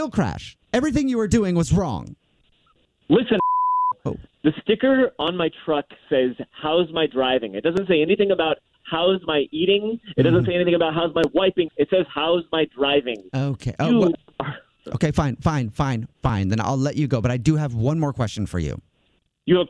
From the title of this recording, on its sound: Calls one of those 'How's My Driving' Numbers!